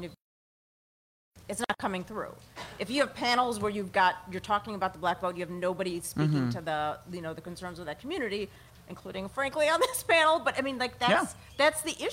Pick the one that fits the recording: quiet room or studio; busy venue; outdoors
busy venue